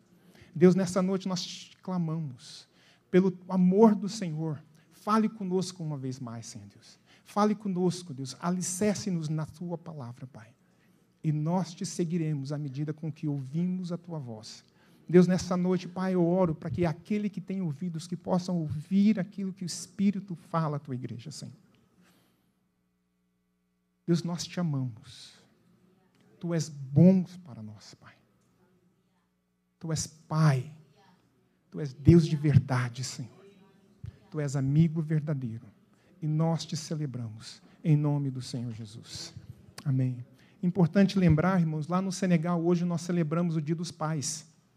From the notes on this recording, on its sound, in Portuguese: na Igreja ABA Curitiba (Transmitido ao vivo)